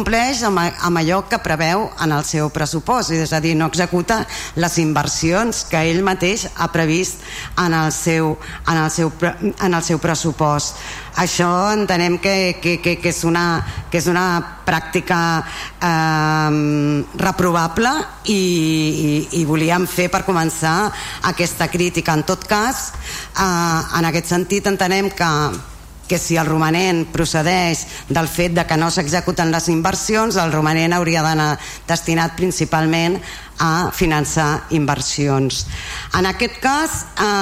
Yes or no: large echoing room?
yes